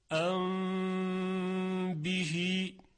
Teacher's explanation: میم در حالت اخفا به میزان دو حرکت کشش داره صدای غنش، ثانیاً میم خالص نیست · Term: اخفاء شفوی